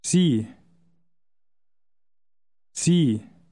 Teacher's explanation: Initial S is usually pronounced like a Z.